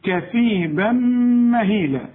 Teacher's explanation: وكلمة مهيلة كلها حروف مرققة